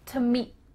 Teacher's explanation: <laughs> Instead, your tongue is going to be at the top of your mouth, ready to make the T sound, but no air comes out.